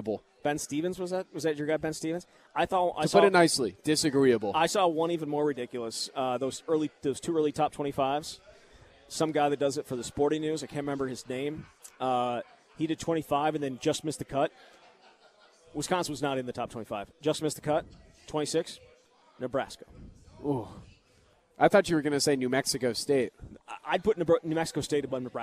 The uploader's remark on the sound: live from Monk's in Sun Prairie